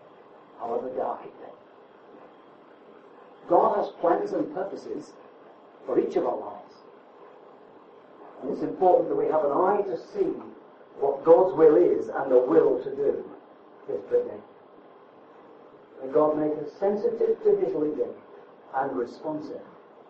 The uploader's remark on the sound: The exact date of this message is unknown and audio quality poor.